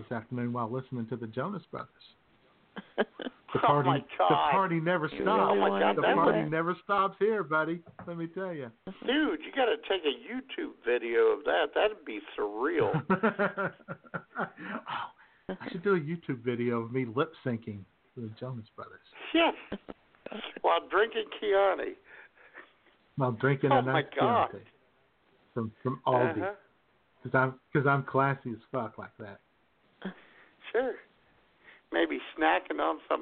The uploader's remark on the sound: your phone calls